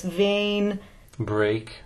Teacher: the primary vowel, that first vowel, is the longer one.